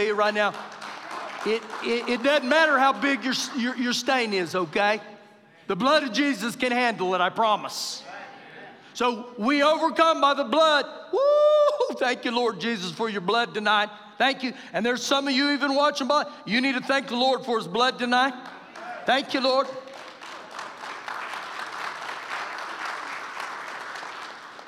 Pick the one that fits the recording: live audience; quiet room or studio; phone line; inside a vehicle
live audience